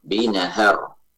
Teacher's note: nun dan haknya di fathah binahar, bukan haknya di sukun.